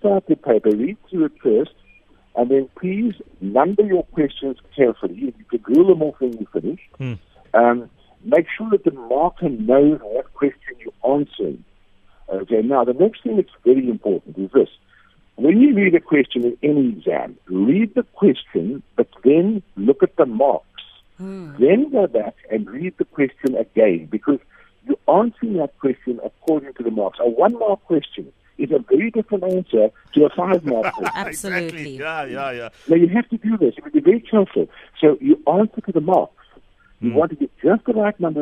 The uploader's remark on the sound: PHONE INTERVIEW